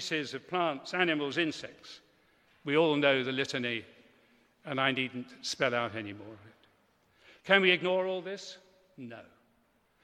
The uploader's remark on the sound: Delivered a speech this week at the National Cathedrals Conference in Newcastle Cathedral. The conference, “Different Country, Different Church”, included talks, workshops, and debate.